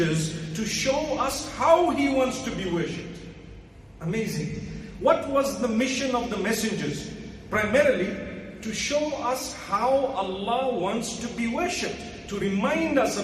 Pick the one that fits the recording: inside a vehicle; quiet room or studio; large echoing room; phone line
large echoing room